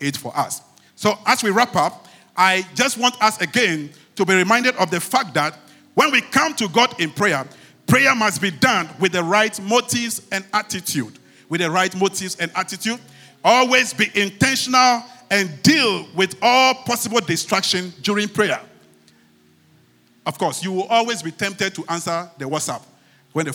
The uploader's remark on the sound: Sermon preached at CBC Shiashie